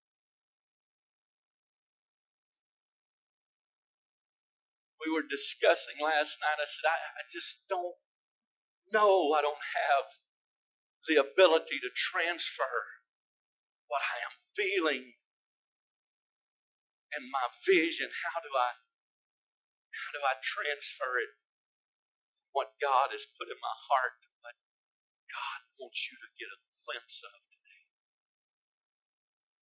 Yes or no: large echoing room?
yes